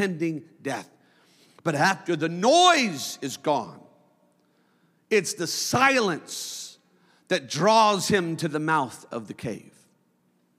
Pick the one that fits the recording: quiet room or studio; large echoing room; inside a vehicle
large echoing room